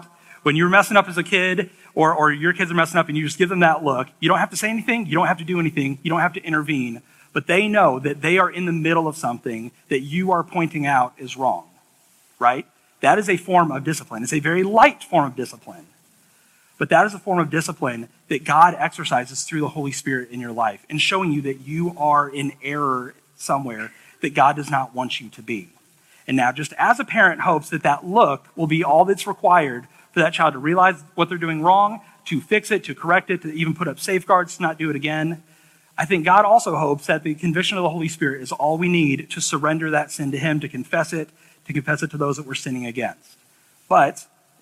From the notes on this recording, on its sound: This sermon was preached 5-21-23 at High Pointe Church in Altoona, IA.